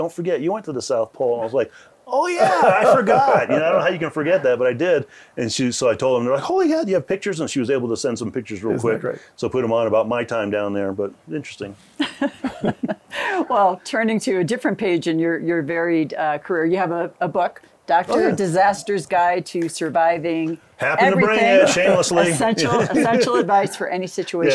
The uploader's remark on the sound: On Location at Aspen Ideas: Health